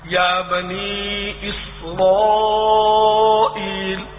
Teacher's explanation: الف یا یہ تین حروف جو ہے نا حروف مدہ کہلاتے ہیں، جس کی مثال یا بنی اسرائیل، یا دونوں مدہ ہیں. تو بنی یعنی نون کے بعد یائے مدہ ہے، ایک الف کے برابر اس کو کھینچیں گے